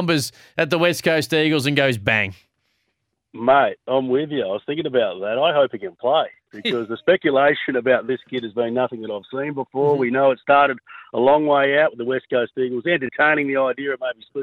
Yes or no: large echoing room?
no